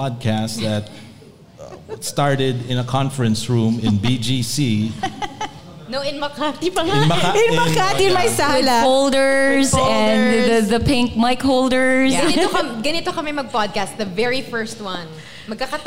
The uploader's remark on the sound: We were thrilled to host new and familiar faces to our first ever live show.